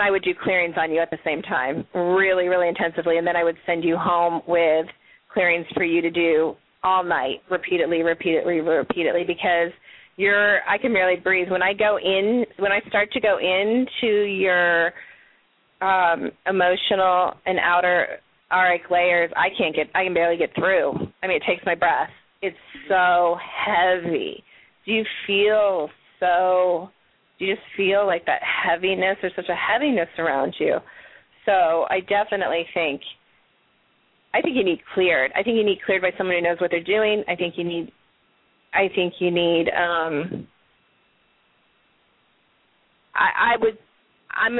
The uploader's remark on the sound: live call in guests